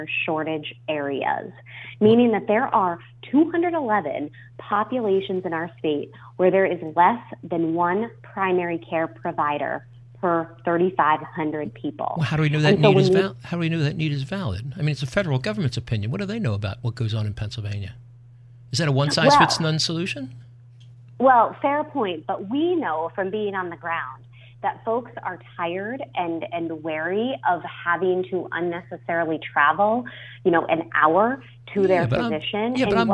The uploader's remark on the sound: Is live on the phone asking Leftist questions.